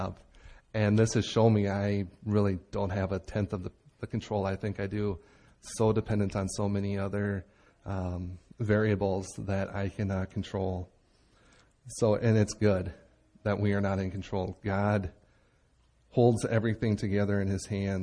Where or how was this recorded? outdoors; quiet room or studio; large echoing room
large echoing room